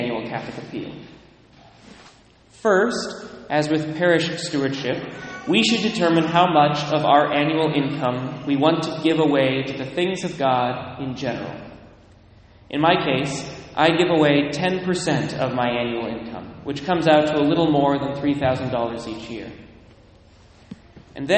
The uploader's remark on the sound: Delivered at various churches on various weekends